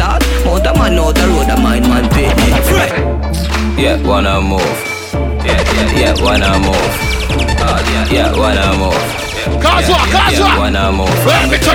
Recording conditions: busy venue